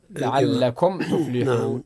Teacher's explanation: الميم الساكنة في لفظ لعلكم عند تاء تفلحون حكمها الإظهار. طبعا الإظهار معناها عدم الغنة. طبعا إذا كان أظهرت ما عادش غنة هنا.